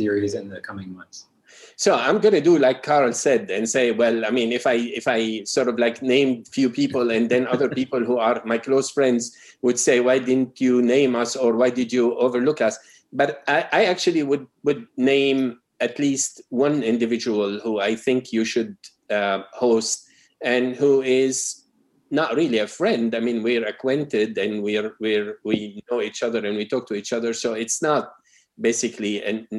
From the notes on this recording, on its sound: Our long-form interview series, hosted on Zoom. There is a moderated town-hall style Q&A with questions coming from the live virtual audience.